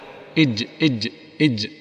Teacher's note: أما أن تقول إج فهذا، وإذا خطأ آخر في الجيم يعني إيش؟ يزحلقونها إلى الأمام فينطقونها من طرف اللسان مع مقدم الحنك الأعلى في موضع الدال، إج إج إج، وهذا أيضا خطأ، الأول خطأ في الصفة والآخر خطأ في المخرج، وكلاهما خطأ الحقيقة كبير وفادح ينبغي التنبيه عليه.